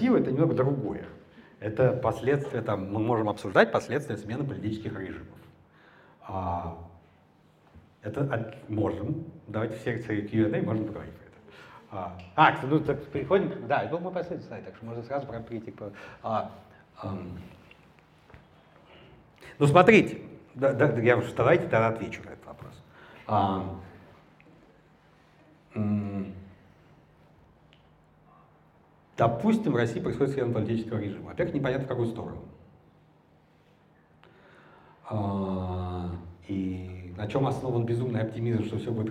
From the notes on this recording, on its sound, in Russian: Лекцию в рамках Hume Welcome Days в Ереване. Это запись лекции.